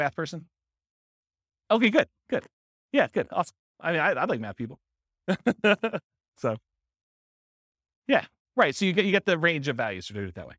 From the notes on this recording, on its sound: This was a live class recorded